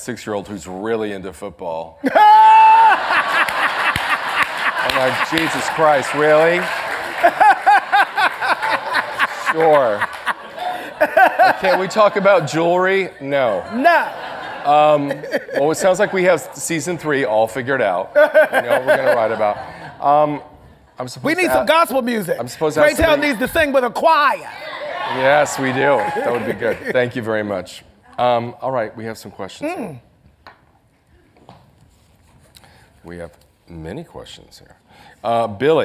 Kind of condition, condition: setting, live audience